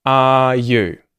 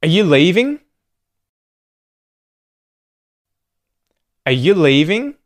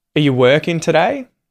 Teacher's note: the first and only step to contracting R and U is turning R into a schwa sound, right? We reduce it.